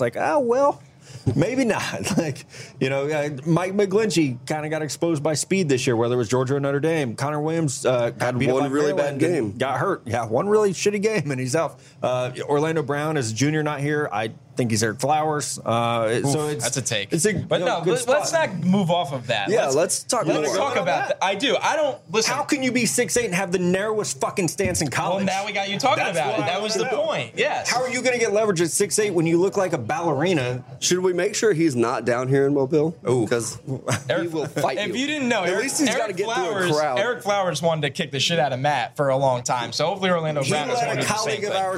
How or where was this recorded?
busy venue